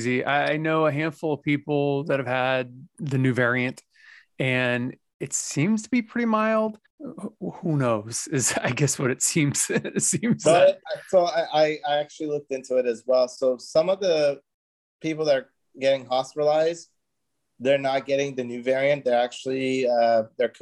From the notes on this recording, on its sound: We did have some technical difficulties in the beginning and lost just a few minutes. What we didn’t lose, sounds good.